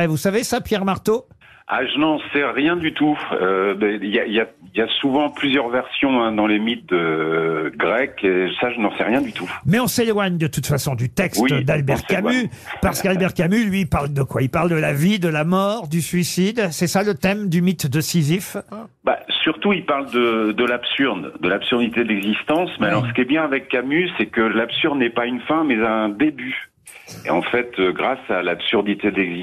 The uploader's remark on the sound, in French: au téléphone des Grosses Têtes